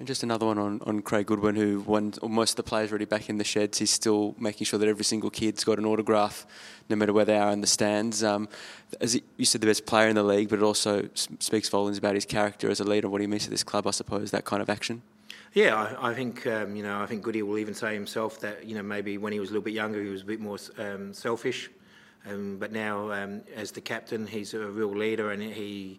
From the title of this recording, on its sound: post-match press conference